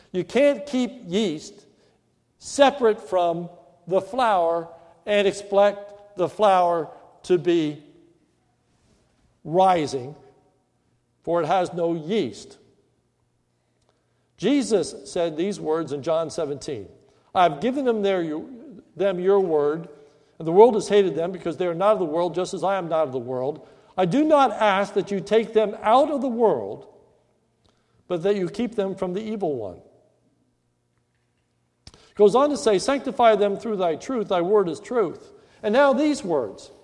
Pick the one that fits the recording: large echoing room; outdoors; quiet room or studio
large echoing room